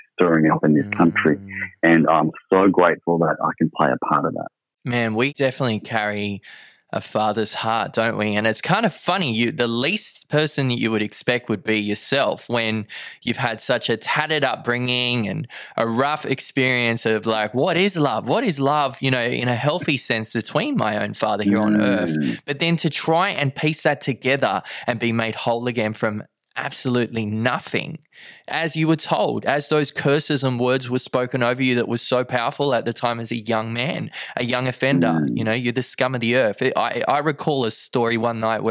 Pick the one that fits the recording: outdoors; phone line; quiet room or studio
phone line